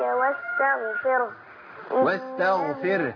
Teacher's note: الراء هنا مرققة لأنها ساكنة